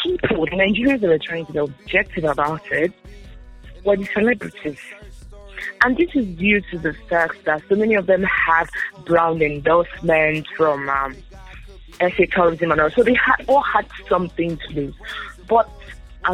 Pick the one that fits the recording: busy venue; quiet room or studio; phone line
phone line